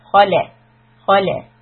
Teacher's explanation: we have kha being heavy, lam soft.